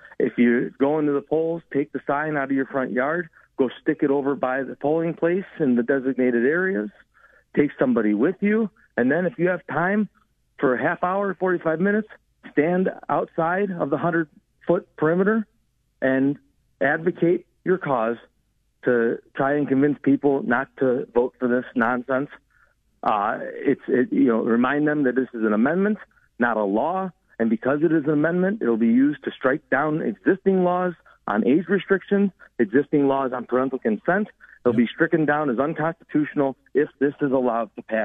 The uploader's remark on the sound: takes calls from various candidates that call